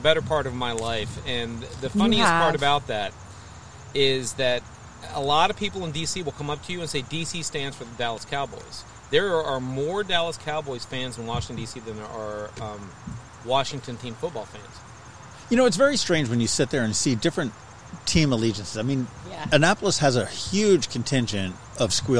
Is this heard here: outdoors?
yes